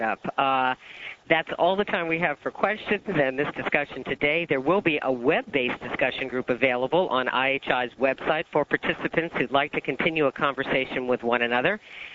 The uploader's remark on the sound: October 2005 Author in the Room® Teleconference